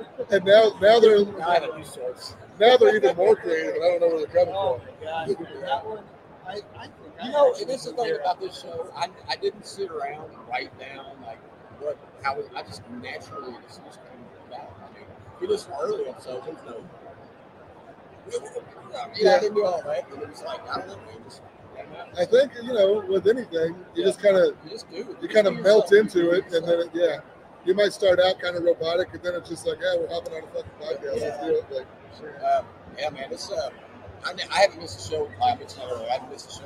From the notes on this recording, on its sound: Live from Mobile Tech Expo 2024. We are live at the Mobile Tech Expo in sunny Orlando Florida at the Gaylord Palms Hotel and Convention center. Listen as we grab random attendees and put them in our hot seat and ask the how the Expo is going.